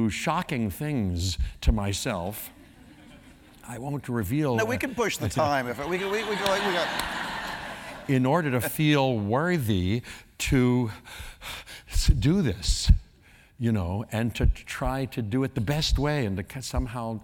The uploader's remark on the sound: The conversation was recorded on November 11, 2018 in front of a live audience at New York’s 92nd Street Y.